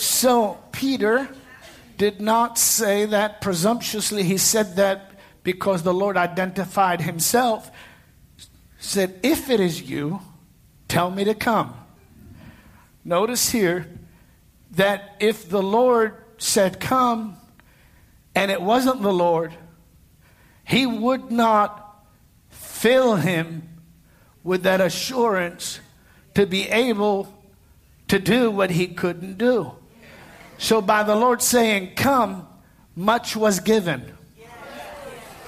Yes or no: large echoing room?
yes